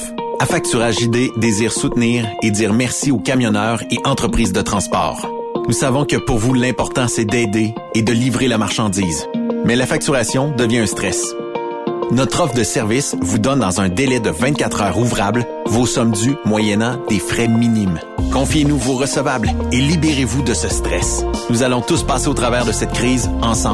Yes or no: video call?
no